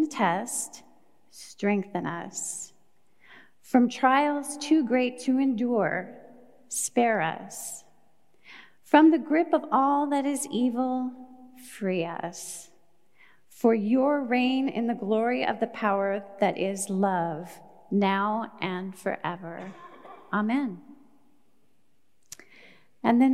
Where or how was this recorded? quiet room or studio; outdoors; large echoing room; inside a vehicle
large echoing room